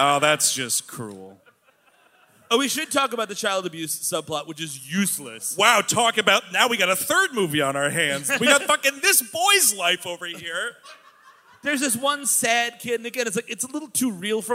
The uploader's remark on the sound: Live in Portland. The gang is live from majestic Portland, Oregon. Recorded on the recent west coast tour at the beautiful Aladdin Theater.